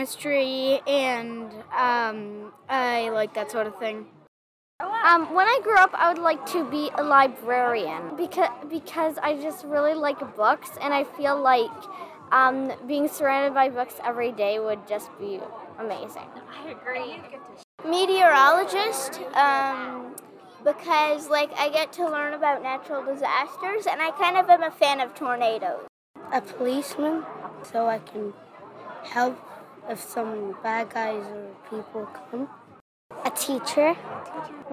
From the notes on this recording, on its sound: 5 Second Interviews at Science Rendezvous. Do 5-second interviews with kids attending Science Rendezvous.